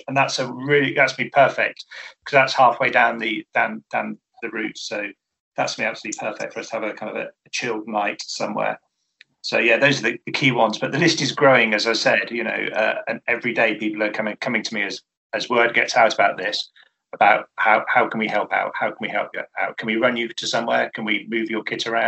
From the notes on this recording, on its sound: via Zoom